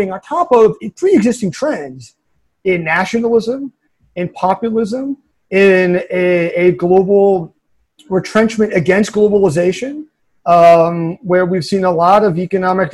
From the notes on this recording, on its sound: hosted a virtual panel